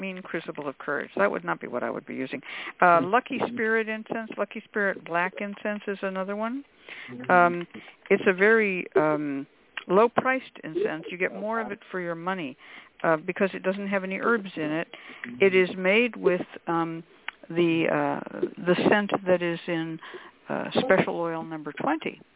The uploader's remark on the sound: The Lucky Mojo Hoodoo Rootwork Hour is a real, live call-in show where the general public gets a chance to ask about actual problems with love, career, and spiritual protection. We begin this show with a Discussion Panel focussed on the topic of their choice.